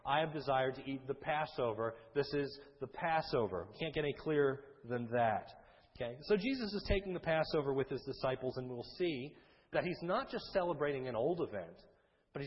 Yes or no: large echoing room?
yes